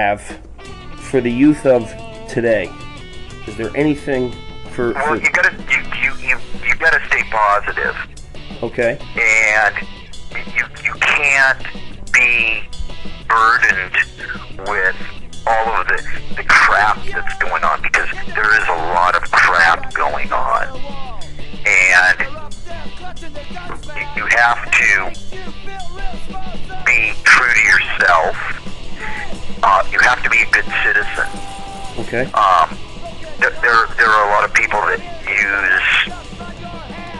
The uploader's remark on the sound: phone interview